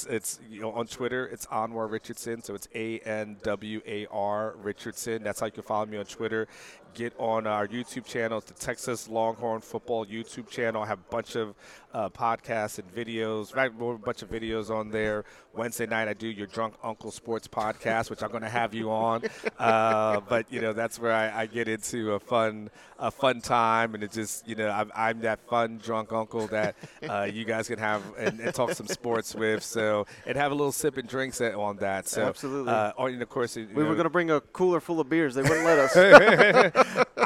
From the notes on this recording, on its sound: live from the College Football Hall of Fame in Atlanta for Day 2 of SEC Media Days!